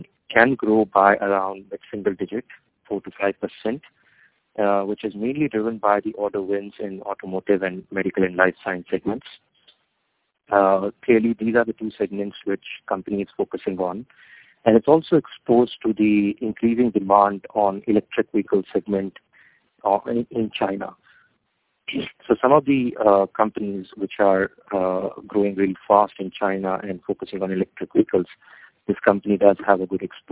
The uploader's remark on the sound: Teleconference Replay. By Fitch Ratings.